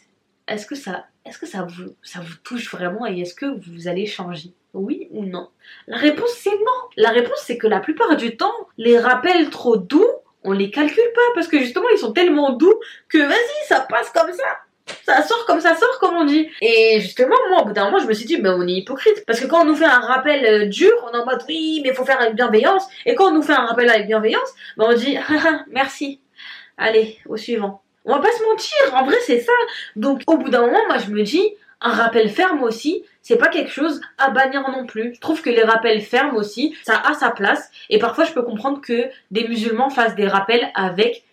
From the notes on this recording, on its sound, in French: Veuillez excuser la qualité sonore de la vidéo